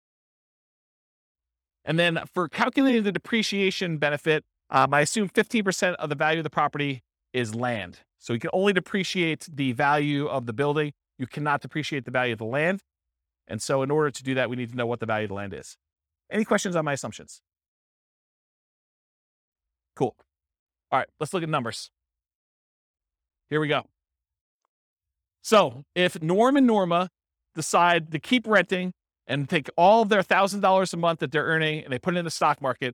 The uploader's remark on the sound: This was a live class recorded